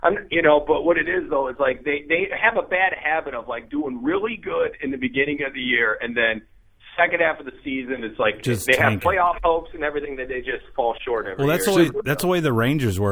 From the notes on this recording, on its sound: They also have a call in from fellow comedian